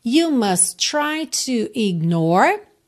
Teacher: must try junta num T só, né? Não precisa repetir dois T's.